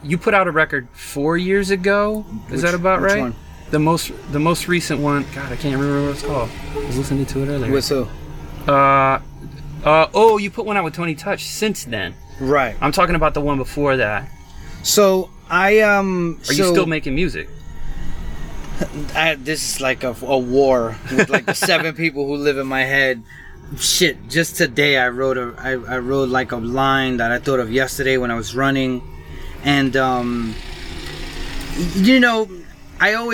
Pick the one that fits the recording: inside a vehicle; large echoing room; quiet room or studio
inside a vehicle